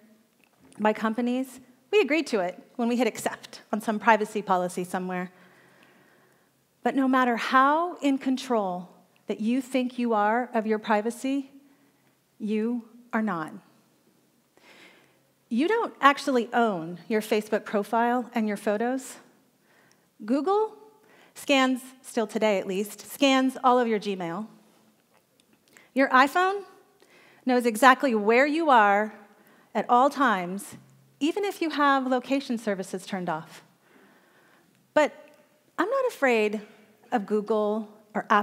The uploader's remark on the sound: This talk was given at a TEDx event using the TED conference format but independently organized by a local community.